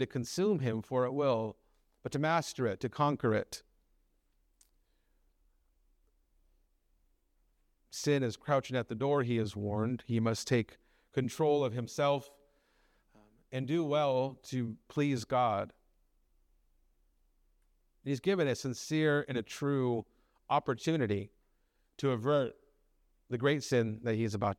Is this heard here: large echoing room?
yes